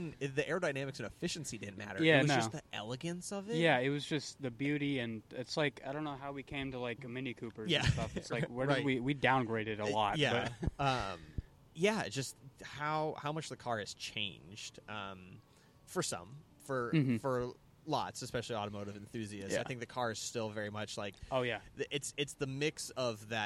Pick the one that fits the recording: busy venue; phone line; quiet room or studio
busy venue